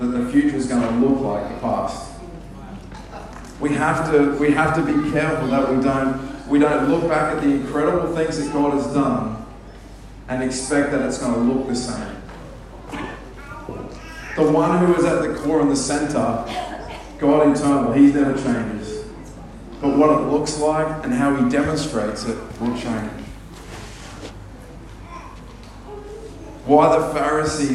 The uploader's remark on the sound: Please note sound quality may not be as clear as normal.